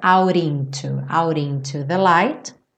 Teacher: no out, para juntar no into, ele reduziu o T para rarara